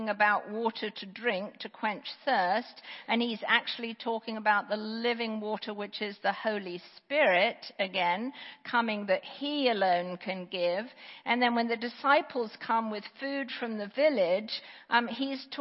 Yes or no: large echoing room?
yes